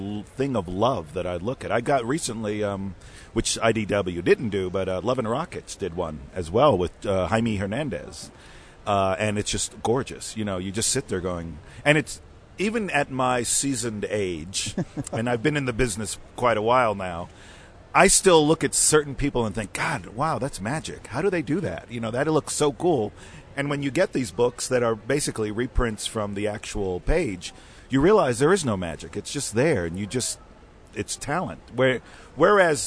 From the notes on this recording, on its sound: at Denver Comic Con 2018